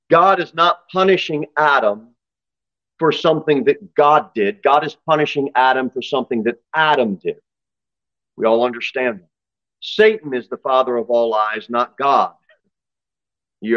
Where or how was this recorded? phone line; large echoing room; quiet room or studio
large echoing room